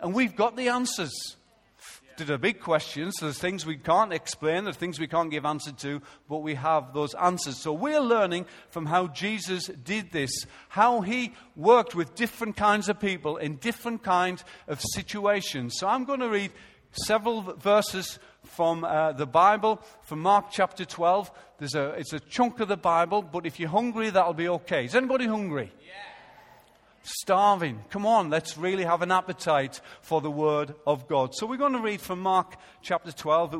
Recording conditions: large echoing room